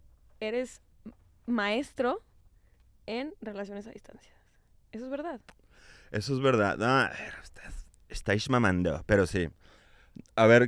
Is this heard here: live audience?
no